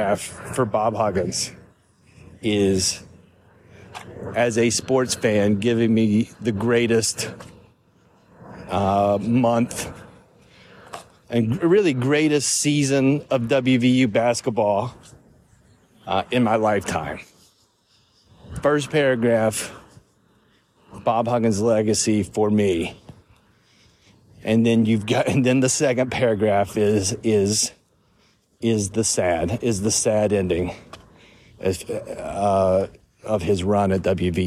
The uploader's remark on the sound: I recorded this a few minutes after the news came out while walking the streets of Nitro, West Virginia.